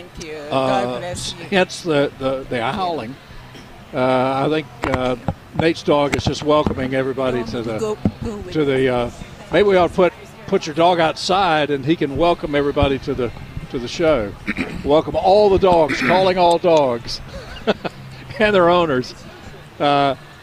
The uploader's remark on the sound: broadcasting live from the NC Pet Expo